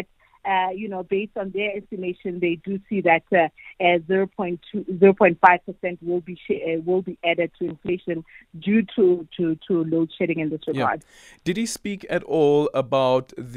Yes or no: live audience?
no